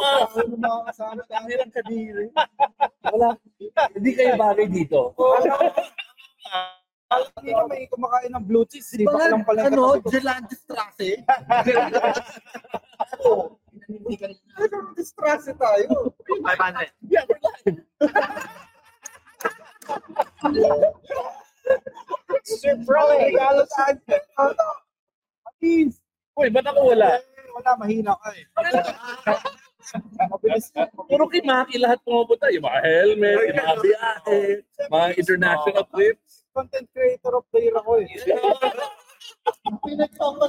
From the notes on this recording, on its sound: Live from the BMW Xmas party.